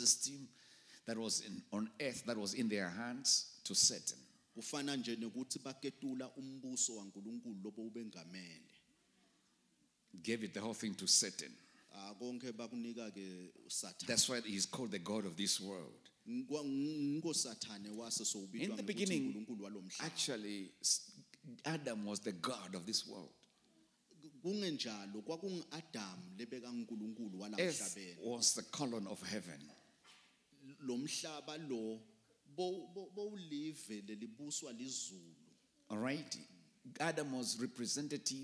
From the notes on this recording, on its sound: Recorded live at The Apostolic Hub.